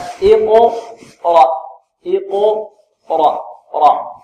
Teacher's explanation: الراء هنا ماذا؟ مفخمة لأنها مفتوحة والهمزة مرقق